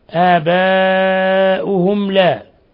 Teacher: ميم ساكنة جاء بعدها اللام إظهار شفوي